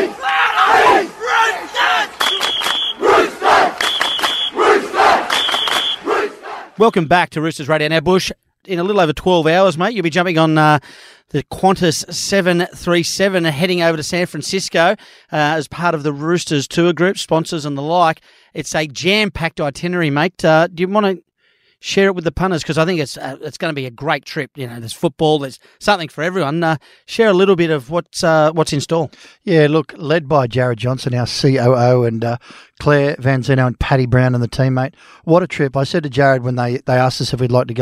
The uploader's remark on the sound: In this week's episode we caught up with some of our star players live from the season launch for 2024.